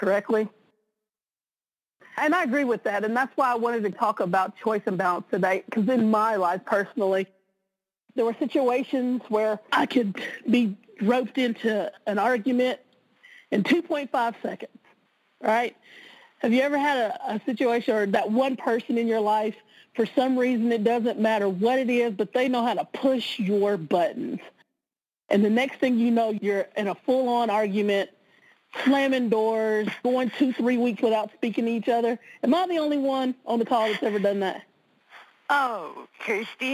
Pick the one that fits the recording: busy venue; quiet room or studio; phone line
phone line